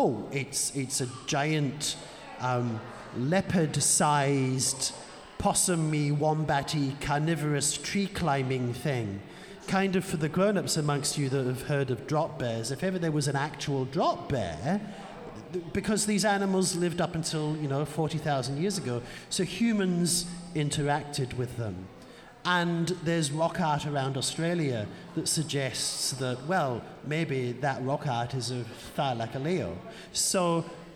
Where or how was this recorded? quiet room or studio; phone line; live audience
live audience